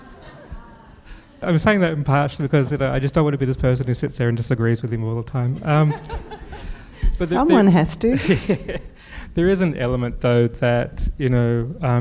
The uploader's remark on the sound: PsychTalks Event. Thanks also to our event partner, Melbourne Knowledge Week. This podcast was recorded on Tuesday the 21st May at Hoyts Melbourne Central.